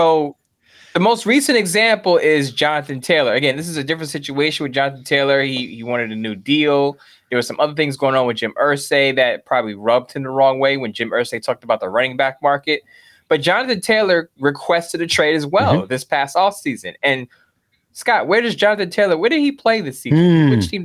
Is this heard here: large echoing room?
no